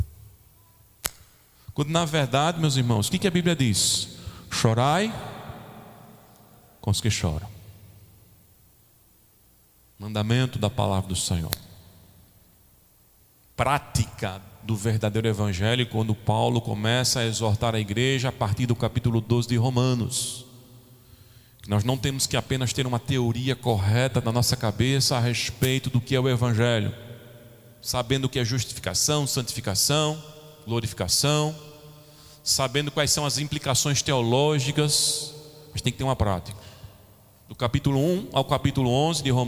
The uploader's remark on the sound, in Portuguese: Gravado em 24 de janeiro de 2021 na Igreja Evangélica Congregacional em Candeias